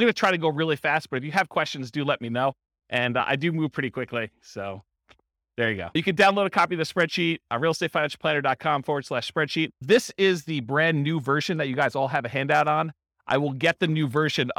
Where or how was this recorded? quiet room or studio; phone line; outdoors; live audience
live audience